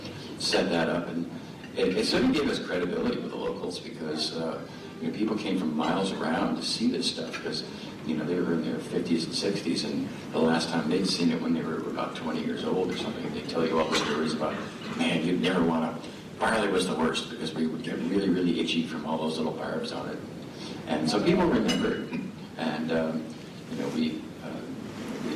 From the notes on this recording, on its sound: Keynote Address, 2015 Farmer-to-Farmer Conference, recorded 11/8/15 at Point Lookout, Northport, Maine